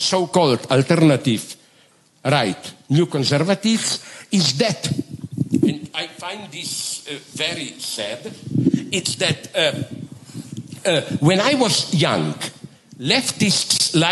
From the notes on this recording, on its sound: Delivered the largest Slovenian annual foreign policy event, the Bled Strategic Forum (BSF). In a special “Night owl session”.